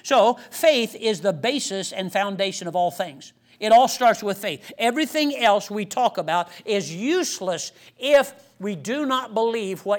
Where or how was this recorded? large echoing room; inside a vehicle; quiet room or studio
large echoing room